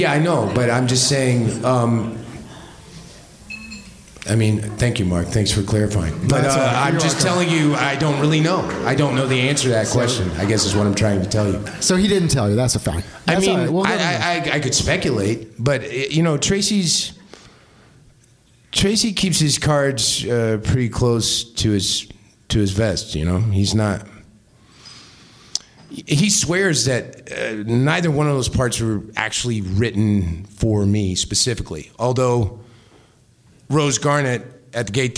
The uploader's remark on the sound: Live at Space. On-stage conversation at the club Space.